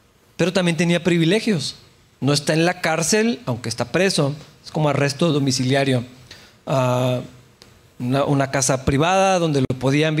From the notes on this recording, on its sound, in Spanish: en la iglesia de Capilla Calvario Chihuahua